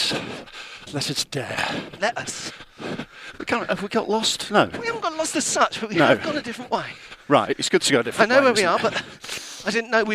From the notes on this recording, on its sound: On the first half of a long run round Hampstead Heath